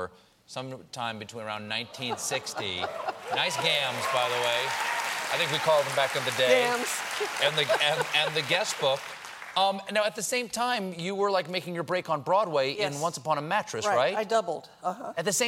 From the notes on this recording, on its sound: Takes a few questions from the audience. While on The Late Show.